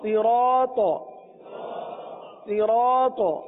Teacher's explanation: اس الف کو بھی پور پڑھیں گے کیونکہ الف سے پہلے والا حرف را پور ہے